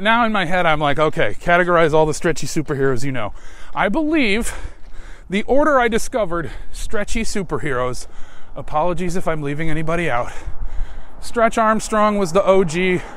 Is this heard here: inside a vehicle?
yes